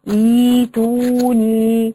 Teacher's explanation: هتمسكي الهمزه الثانيه هتقلبيها حرف مد · Term: مد بدل